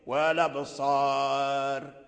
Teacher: في رواية ورش إذا وقفنا على الراء نرقق والأبصار، ترقيق الراء.